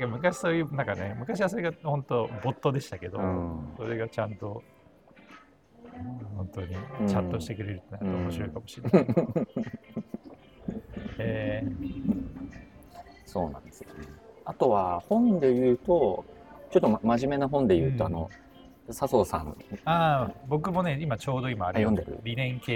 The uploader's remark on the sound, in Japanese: TRUNK（LOUNGE）にて、ワイヤレスマイクのAnkerWork M650を使って雑談を収録してみました。